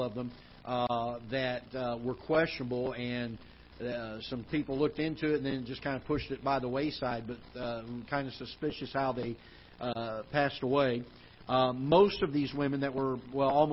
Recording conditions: large echoing room